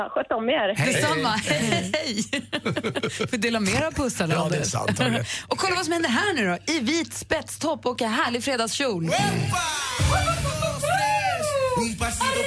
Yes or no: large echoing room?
no